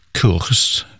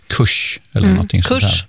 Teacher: Så att också där, så när jag säger då till exempel kurs, på skånska när jag uttalat bakre R och ett S